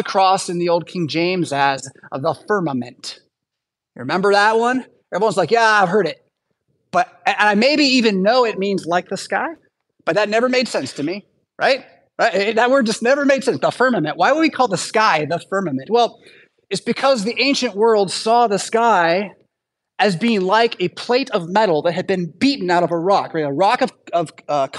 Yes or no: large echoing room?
yes